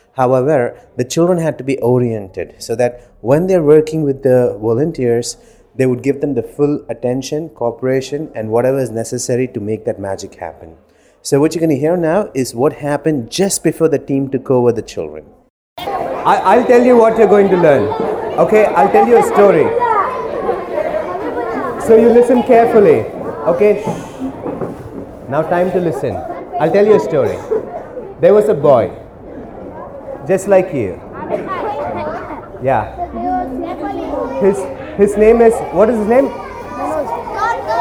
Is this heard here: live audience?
yes